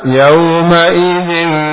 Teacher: ikhfa tarqiq, tarqiq ini tipis dengan menurunkan rahang bawah dan mengangkat sedikit, ya, mengangkat lidah menuju tempat keluarnya huruf.